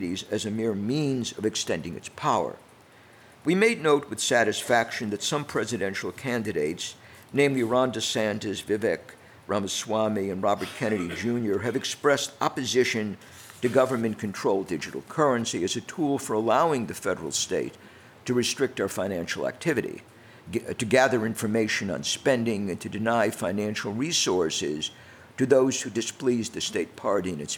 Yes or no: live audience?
yes